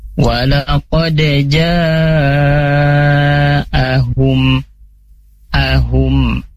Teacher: Ja di sini hukumnya mad wajib muttasil ya, bacanya 4 sampai 5 harokat ya, tentunya lebih panjang dari mad tabi'i